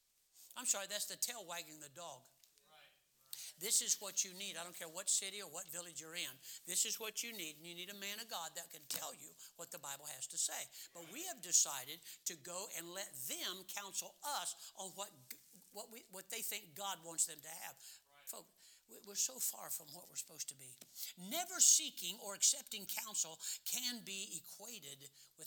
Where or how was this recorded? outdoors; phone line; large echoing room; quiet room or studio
large echoing room